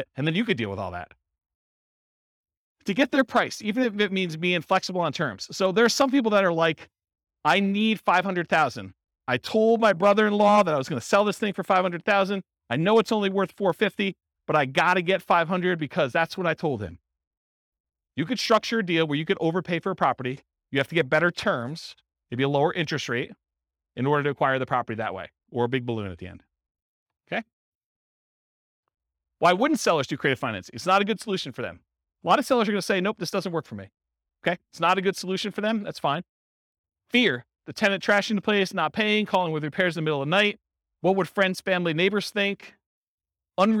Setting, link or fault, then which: setting, live audience